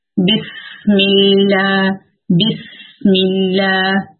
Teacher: اس کا مخرج ہے زبان کی نوک نیچے کے اگلے دونوں دانتوں کے پچھلے حصے کو ذرا سے وقفے کے ساتھ، ذرا سے گیپ کے ساتھ لگتی ہے. سی ایک لائٹ لیٹر ہے اور اس میں ایک وسلنگ کی سی، ایک سیٹی کی سی آواز آتی ہے · Term: وسلنگ ساؤنڈ